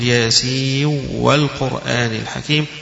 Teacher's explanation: أدغم النون هي ياسين النون اللي في آخرها بالواو اللي في أول والقرآن الحكيم · Term: الإدغام